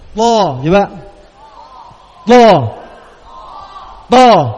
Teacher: Tarful lisan ma'a usul as-sanaya al-ulya. Ujung lidah dengan pangkal gigi seri atas.